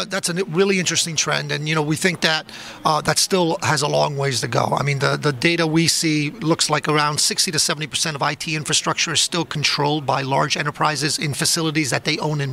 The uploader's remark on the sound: Live from ITW 2019 in Atlanta on JSA TV.